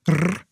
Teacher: Es ist nicht genau das gleiche R, das Französische wie das Ostschweizerische, aber dort sagt man nichts dagegen. Aber in der Schweiz zählt halt einfach das R auf der Zunge, R, das gerollte R, als das Normale und das, was man irgendwie schöner findet.